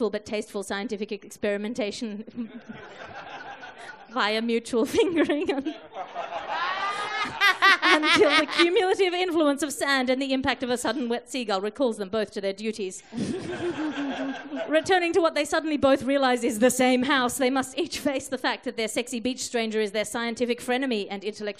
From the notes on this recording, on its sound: Recorded in front of a live audience of Garglers, and possibly confused newcomers, at the Edinburgh Fringe Festival.